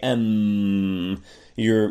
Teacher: So if you say M, you're closing your lips, no air is coming out of your mouth, but instead it's coming out of your nose · Term: Nasals